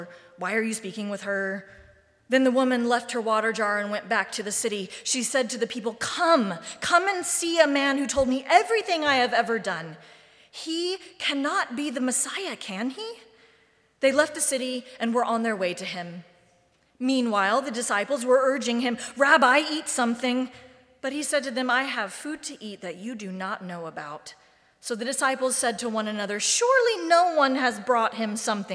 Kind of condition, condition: setting, large echoing room